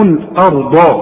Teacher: الآه رقق، فخم الراء والضاد فقط